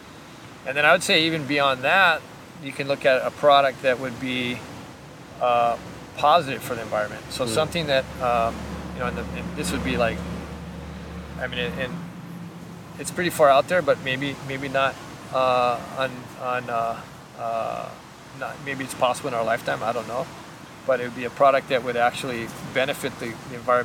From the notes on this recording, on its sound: Recorded on Sunset Beach in March 2020